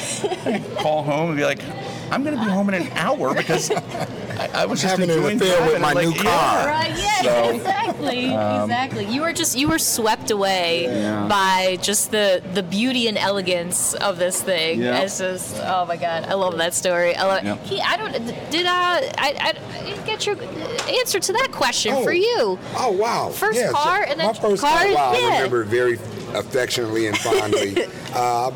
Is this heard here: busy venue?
yes